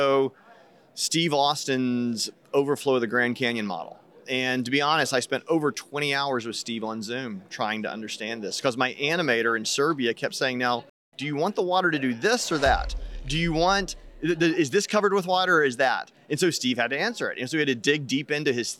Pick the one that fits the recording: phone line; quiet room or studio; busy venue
busy venue